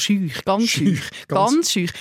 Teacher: es ein leicht palatalisiertes U